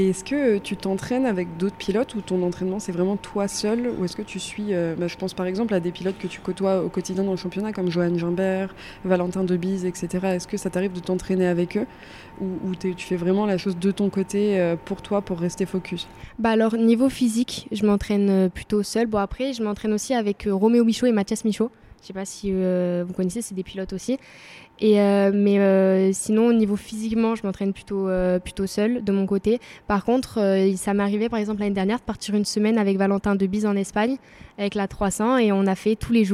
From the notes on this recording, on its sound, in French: enregistré au circuit de Magny-cours lors de la manche du WSBK